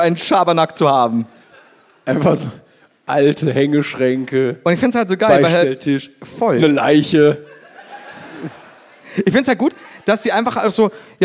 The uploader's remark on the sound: LIVE in Essen